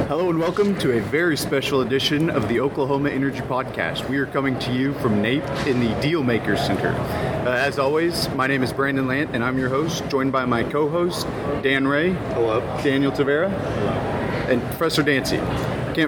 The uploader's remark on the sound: Live from the NAPE Summit 2019